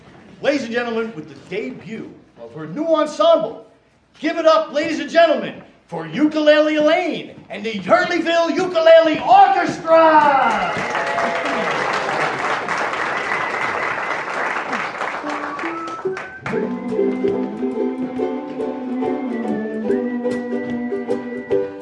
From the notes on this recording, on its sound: This is an authentic recreation of a 1930s Borscht Belt variety show recorded before a live audience in the Catskills.